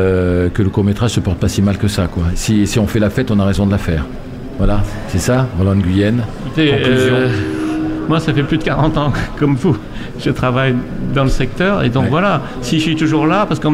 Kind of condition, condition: setting, busy venue